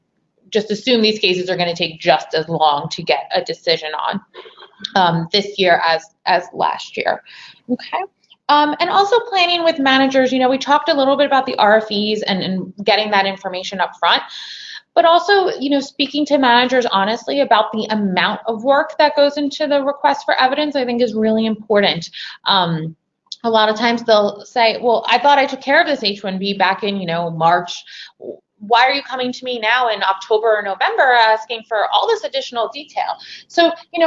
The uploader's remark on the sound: This bonus episode consists of an audio recording from a previous live broadcast of a webinar for Klasko clients.